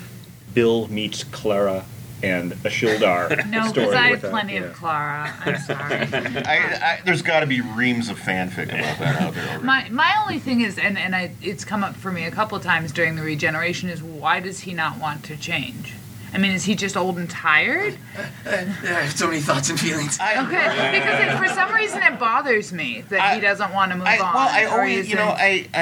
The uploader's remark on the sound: special podcast recorded at Convergence